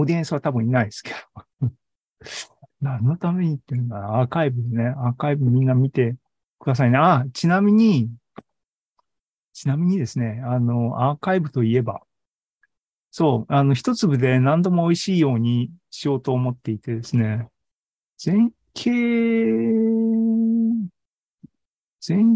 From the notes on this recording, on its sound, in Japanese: ２０２２年１１月３０日に開催した ZOOMライブの模様です。